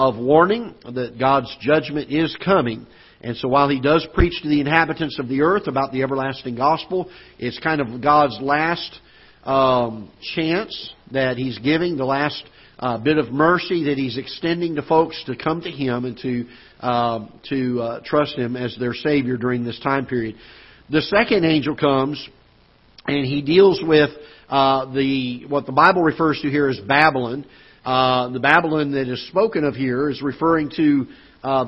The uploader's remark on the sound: Ketha Heights Baptist Church ~ Live Broadcast